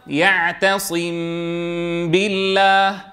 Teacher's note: إخفاء الميم الساكنة بغنة عند لقائها بالباء · Term: الإخفاء